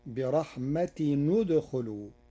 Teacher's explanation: قرأ ورش برحمة ندخلوا بضم التنوين وصلا لضم ثالث الفعل وهو الخاء، فتصير برحمة ندخلوا.